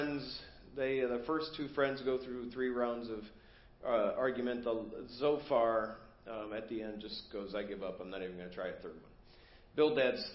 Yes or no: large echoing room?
yes